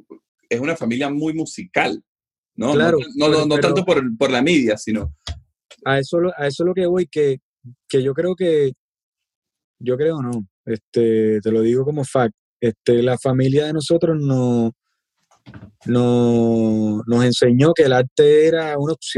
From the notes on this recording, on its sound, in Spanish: nos conectamos vía zoom